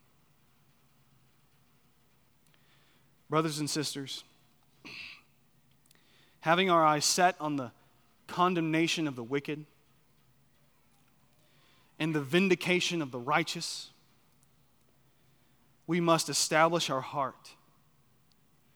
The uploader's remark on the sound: on the morning of April 2, 2023, at Chaffee Crossing Baptist Church in Barling, AR.